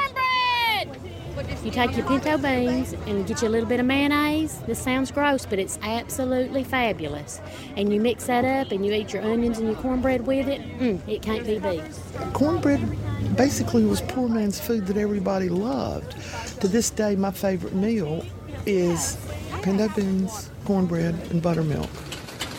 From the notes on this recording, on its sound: an audio postcard from a cornbread--- that's right, cornbread-- festival in Tennessee